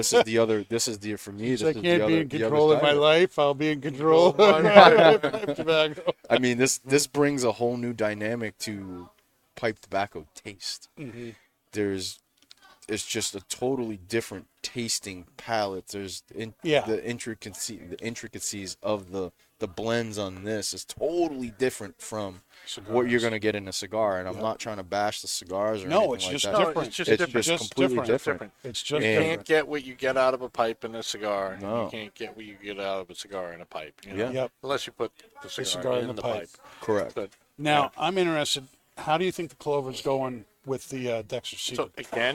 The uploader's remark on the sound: Recorded live from the 7-20-4 Lounge!